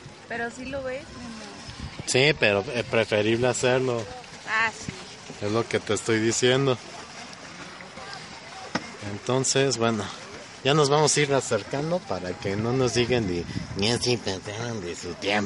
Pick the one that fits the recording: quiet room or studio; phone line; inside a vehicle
inside a vehicle